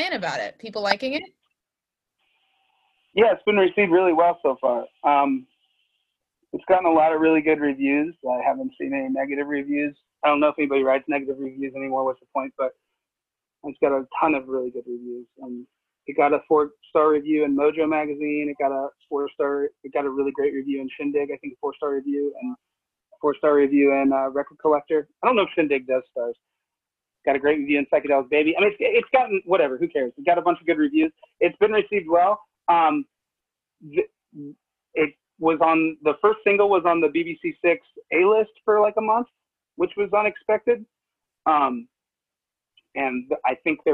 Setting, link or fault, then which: link, video call